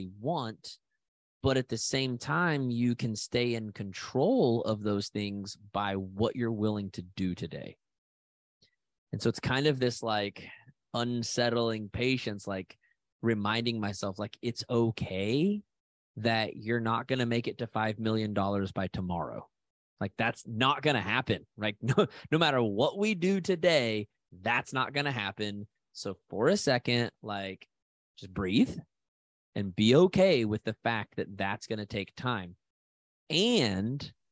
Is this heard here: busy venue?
no